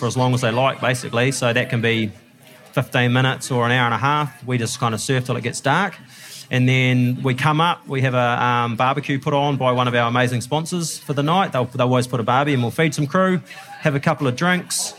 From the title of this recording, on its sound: Live from Fieldays